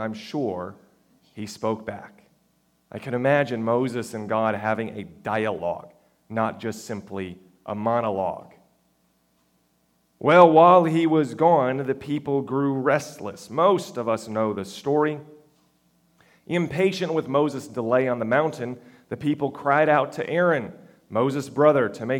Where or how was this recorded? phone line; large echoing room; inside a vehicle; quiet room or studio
large echoing room